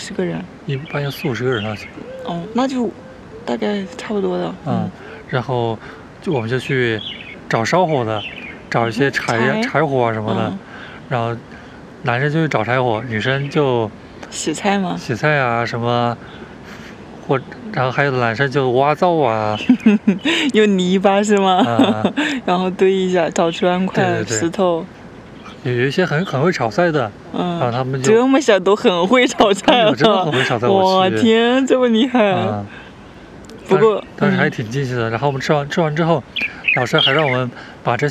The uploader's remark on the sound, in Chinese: 虫鸣鸟叫。本期播客是我们五一前在公园野餐录制的。